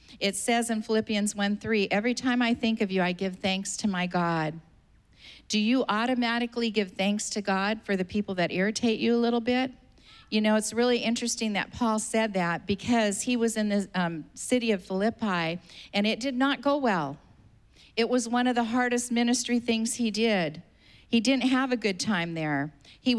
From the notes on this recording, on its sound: was preached on May 9th at the 11:30AM service